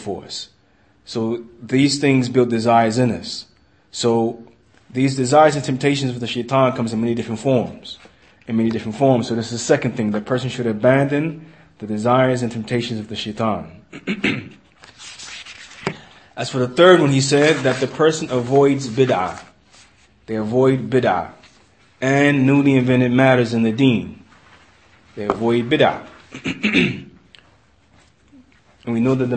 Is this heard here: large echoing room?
yes